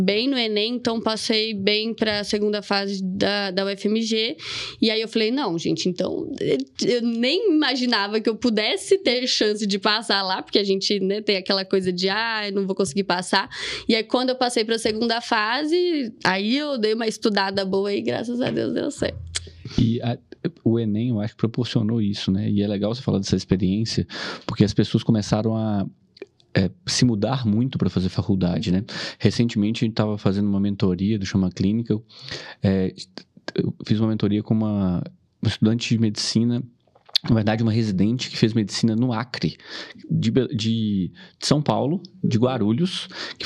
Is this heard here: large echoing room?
no